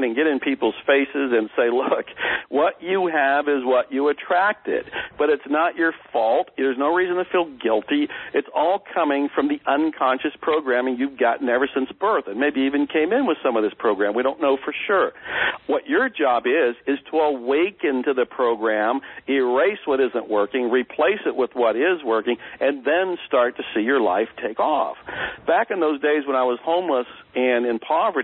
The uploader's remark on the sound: Please excuse the audio quality, this was a recorded telephone conversation